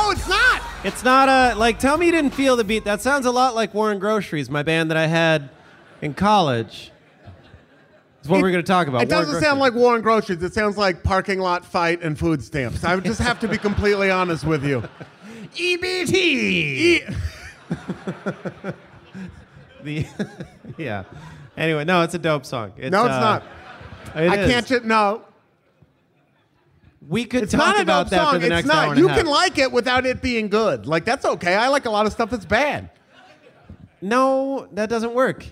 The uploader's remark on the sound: LIVE AND DIRECT FROM PORTLAND!